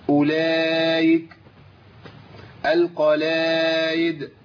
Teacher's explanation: الهمزة المكسورة بتبدل بإيه؟ بياء بس ياء مش ياء كاملة.